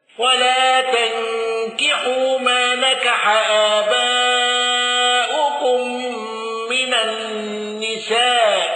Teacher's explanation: قنبل بإبدال الهمز الثانية حرف مد